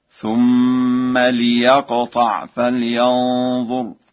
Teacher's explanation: قرأ ورش الفعل يقطع بكسر اللام